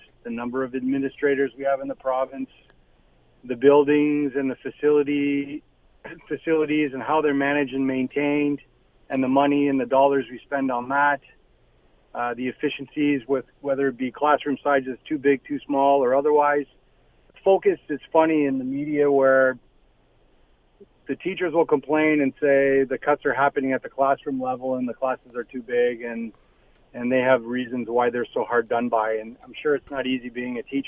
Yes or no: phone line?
yes